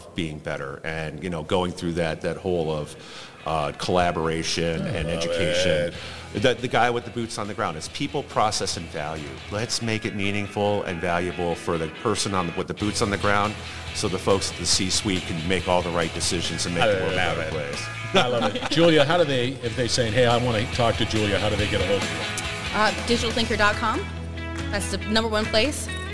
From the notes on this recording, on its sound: Industrial Talk is onsite at Hexagon LIVE